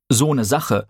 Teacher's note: der unbestimmte weibliche Artikel eine und seine Kurzform ne auch mit diesem Schwa-Laut ausgesprochen werden